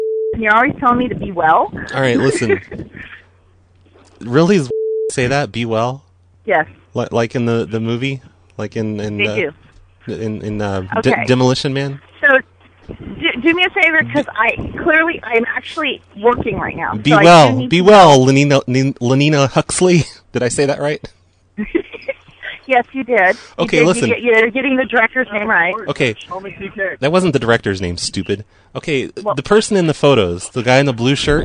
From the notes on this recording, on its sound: Prank Phone Calls